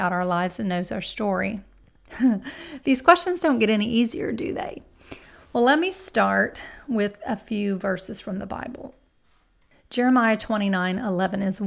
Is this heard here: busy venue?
no